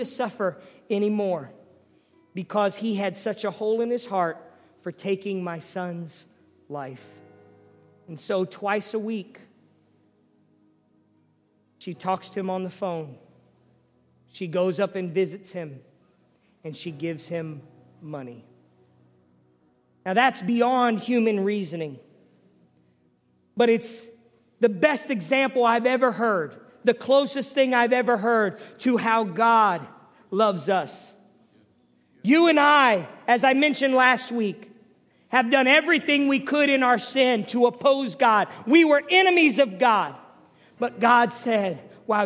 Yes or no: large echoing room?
yes